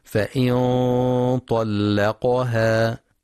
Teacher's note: نون ساكنة بعدها طاء، إخفاء حقيقي بغنة مفخمة